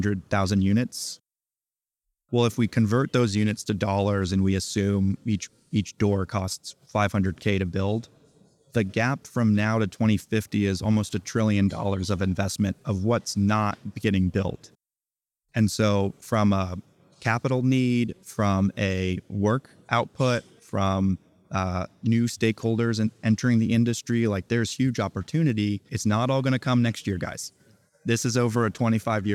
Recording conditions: busy venue